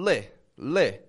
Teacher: At the beginning of the word little, we have li, li. That's the light L.